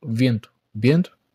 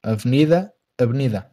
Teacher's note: As características mais frequentes do sotaque do Norte são trocar os Vs pelos Bs